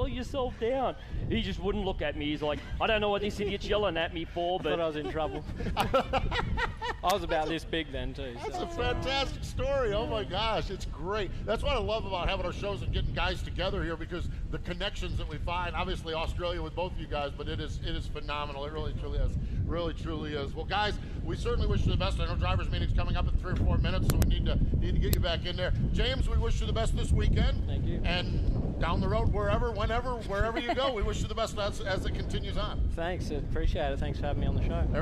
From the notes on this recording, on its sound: LIVE at the AGCO Jackson Nationals on Thursday Night, June 27, 2019